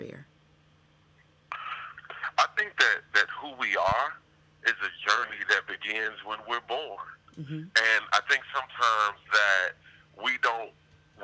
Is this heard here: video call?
no